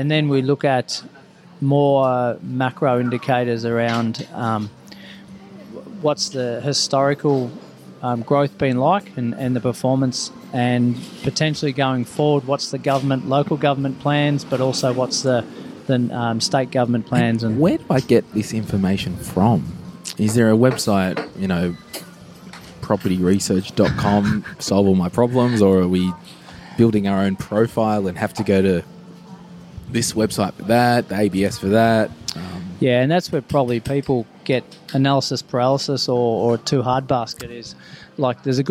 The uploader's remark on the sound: live From Flour & Co